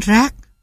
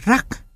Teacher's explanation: Sự khác nhau giữa chúng chỉ ở chỗ trong rác, a được phát âm dài, còn trong rắc, nó được phát âm ngắn